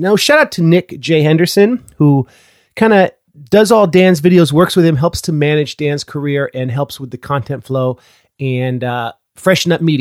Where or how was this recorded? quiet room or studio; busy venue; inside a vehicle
quiet room or studio